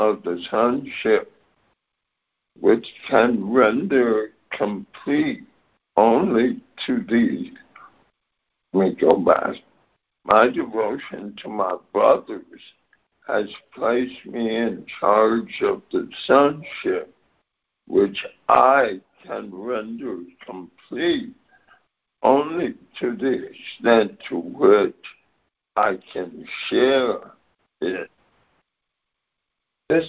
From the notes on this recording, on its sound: ACIM Daily Conference Call